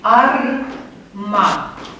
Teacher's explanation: Ar din silaba ar este scurt, dar silaba este lungă, pentru că vocala e urmată de două consoane, r și m, vedeți, repartizate între cele două silabe succesive. · Term: silabe lungi prin poziție